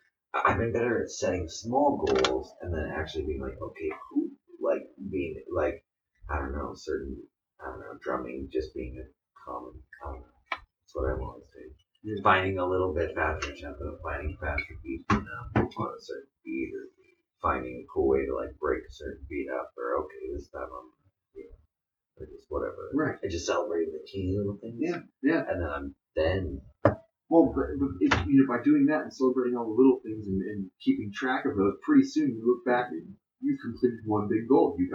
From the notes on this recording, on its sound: This episode, we messed up. Poor Poor audio.